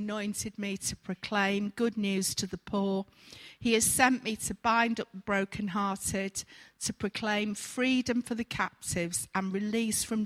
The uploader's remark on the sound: Recorded at freedomcentre church, Preston.